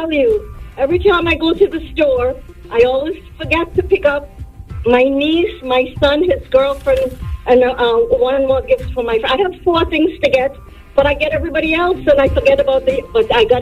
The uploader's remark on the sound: The MAGIC listeners called